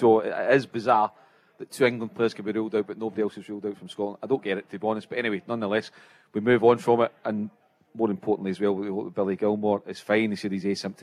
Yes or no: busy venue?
yes